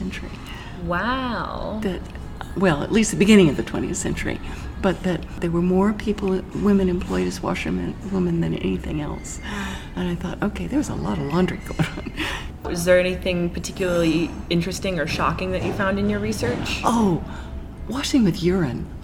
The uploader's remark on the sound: Interviews at the JASNA Southwest Spring Meeting. Report LIVE (somewhat) from the Jane Austen Society of North America Southwest conference.